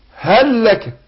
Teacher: فعلامة الإدغام هنا إنه عرى لك اللام اللي هي في هل من الشكل من التشكيل، يعني ما عليهاش علامة السكون، ويشدد لك اللام التانية في لك، هل لك، يبقى نطقنا لام واحدة مشددة